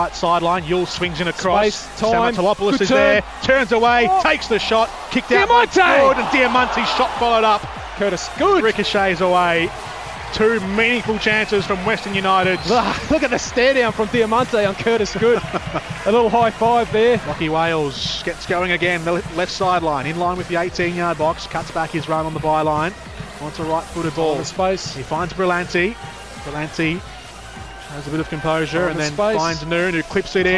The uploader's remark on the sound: in front of a lively crowd at AAMI Park Melbourne